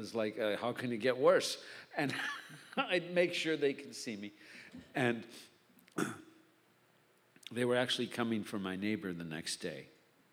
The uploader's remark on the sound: Did a show to raise funds for the historic Mateel Center in Redway. This is a live panel discussion.